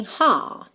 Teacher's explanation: Heart faz aquele prolongamento da vogal anterior